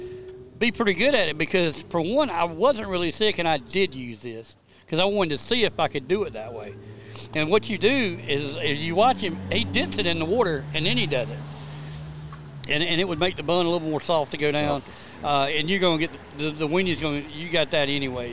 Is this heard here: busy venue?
yes